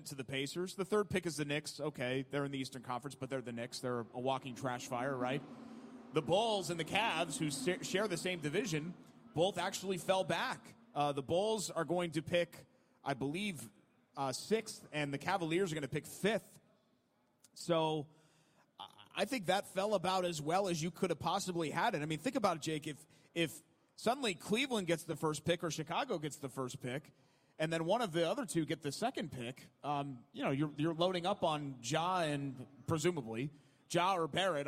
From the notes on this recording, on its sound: live from the Firestone Garage at IMS